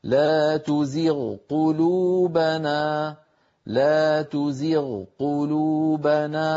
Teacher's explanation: التقى الغين وهي من أدنى الحلق مع القاف وهي من أقصى اللسان، لأن منطقة أدنى الحلق مجاورة لأقصى اللسان.